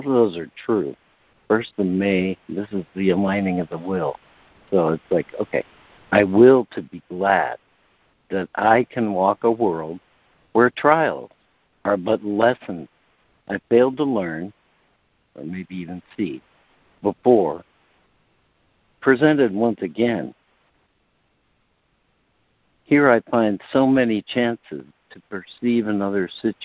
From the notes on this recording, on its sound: ACIM Daily Conference Call.